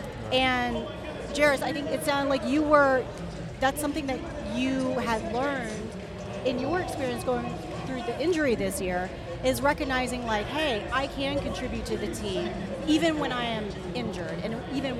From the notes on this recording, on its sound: Recorded live from Fan Fest during the Men’s Final Four Championships in Houston, Texas.